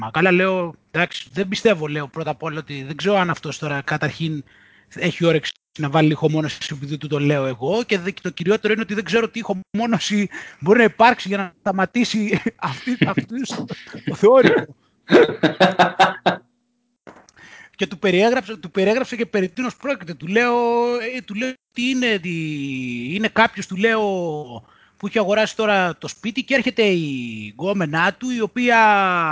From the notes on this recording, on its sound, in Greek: Οι εβδομαδιαίες συνομιλίες μας στο skype κάνουν κάθε φορά και τους δυο μας σοφότερους οπότε πρώτα αποφασίσαμε να τις καταγράψουμε